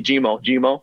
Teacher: They can't really pronounce the ER. So they say Jimo, Jimo.